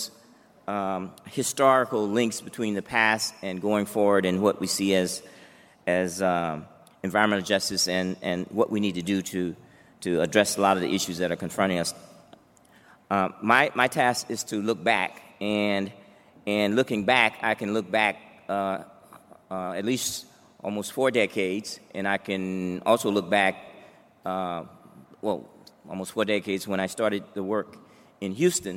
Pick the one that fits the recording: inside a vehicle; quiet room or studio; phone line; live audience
live audience